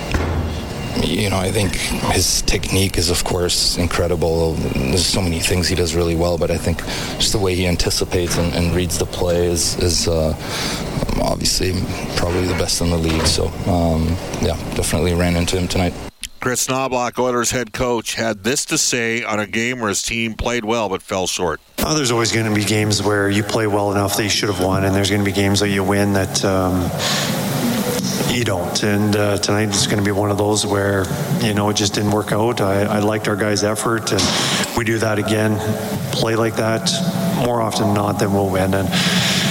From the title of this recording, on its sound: opens the show from Rogers Place